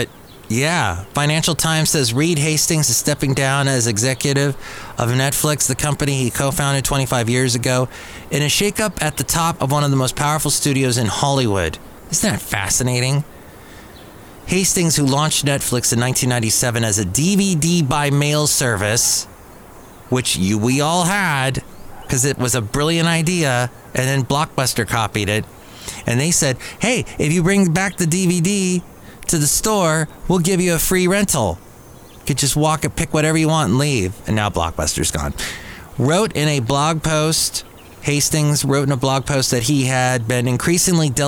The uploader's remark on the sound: podcasts live from Cafe Anyway